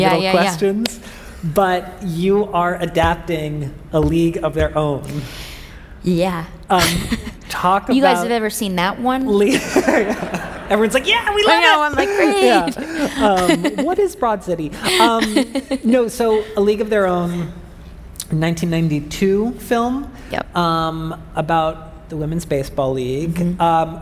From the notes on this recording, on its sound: LIVE on the TED Conference stage